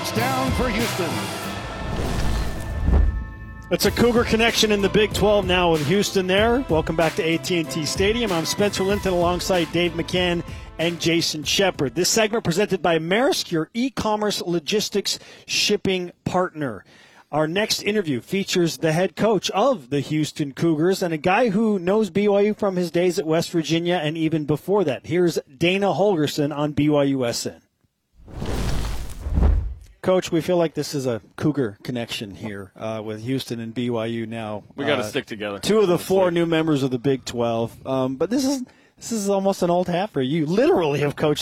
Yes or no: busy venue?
yes